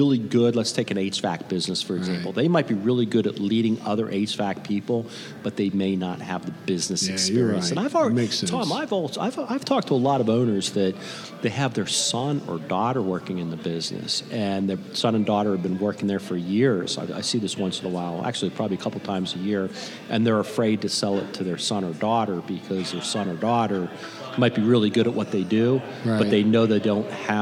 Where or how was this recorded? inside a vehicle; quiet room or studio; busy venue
busy venue